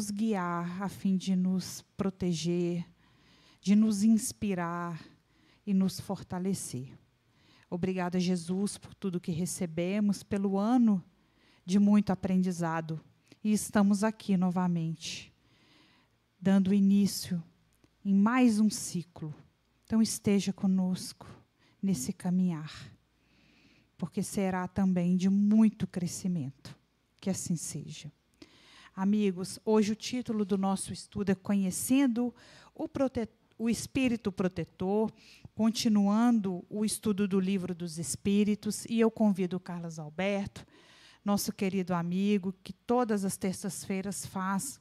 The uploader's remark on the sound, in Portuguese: Reunião Pública realizada na Fraternidade de Estudos Espírita Allan Kardec com público presencial, transmitida pelos Canais GÊNESETV e RAETV.